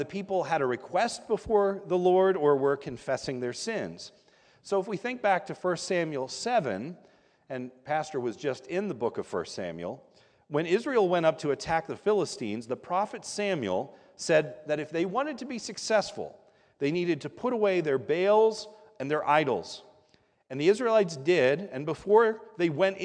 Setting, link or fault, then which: setting, large echoing room